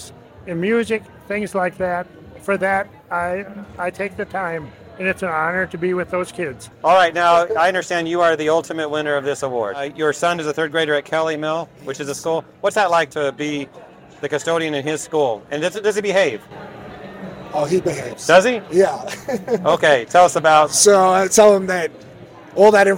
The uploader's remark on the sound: from outside the ISSA Show North America 2023 trade show floor